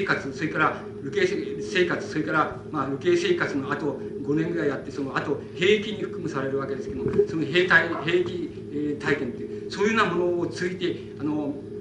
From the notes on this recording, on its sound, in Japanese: 主催：寺小屋教室 場所：新宿・紀伊國屋ホール。講演は連続シンポジウムの第一部。音質はあまりよくない。冒頭は録音者の手元ノイズのため 聞き取りづらい。